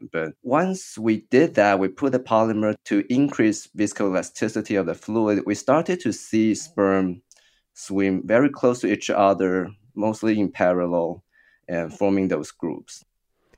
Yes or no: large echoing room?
no